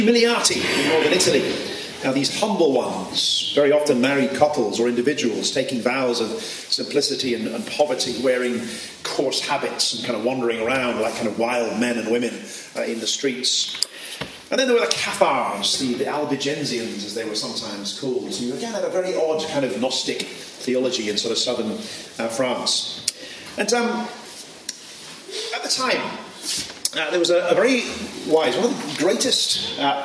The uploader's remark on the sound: This podcast was recorded at the 2019 OMS Vow Ceremony in Belfast Ireland